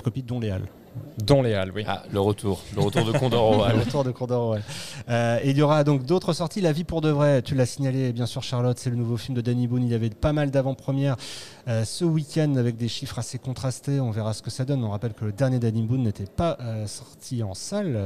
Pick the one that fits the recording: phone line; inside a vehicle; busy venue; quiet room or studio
busy venue